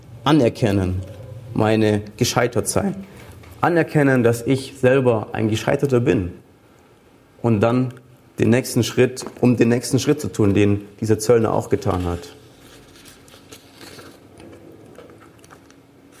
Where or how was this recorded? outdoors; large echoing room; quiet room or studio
large echoing room